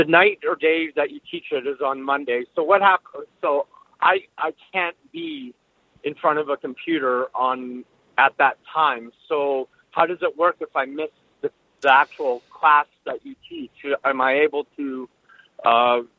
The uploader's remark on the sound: Call in Question and Answer Show